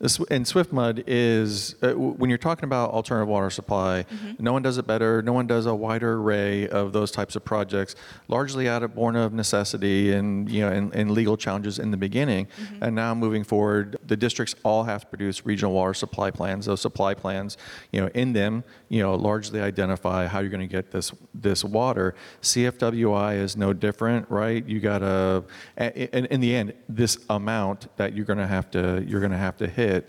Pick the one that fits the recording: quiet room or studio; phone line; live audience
live audience